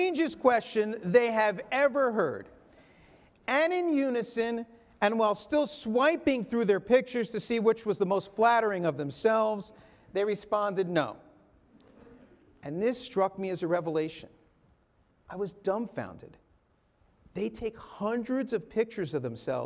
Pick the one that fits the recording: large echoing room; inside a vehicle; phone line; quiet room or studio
large echoing room